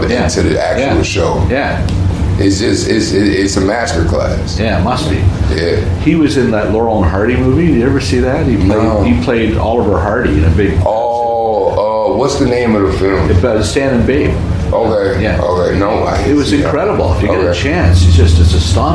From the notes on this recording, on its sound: recorded live and in person last June at the Bell Media Upfront in Toronto